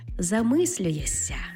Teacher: Пишемо то ми «шся», тобто на письмі «замислюєшся», але вимовляємо «ся» · Term: асиміляцією приголосних